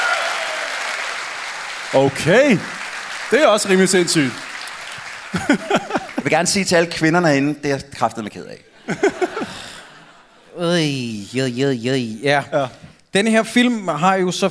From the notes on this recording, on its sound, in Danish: Vi er live fra Århus hvor et ekstremt veloplagt publikum tog imod os